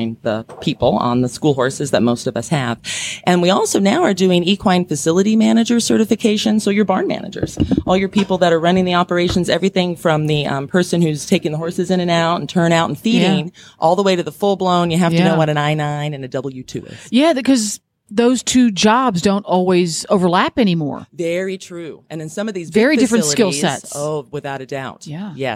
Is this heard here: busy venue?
yes